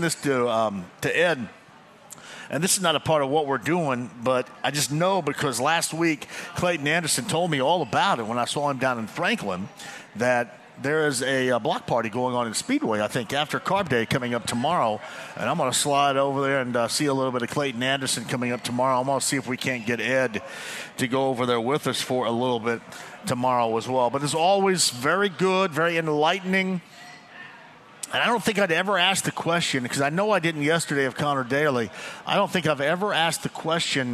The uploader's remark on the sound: live today from Eddy’s Sports Pub in Noblesville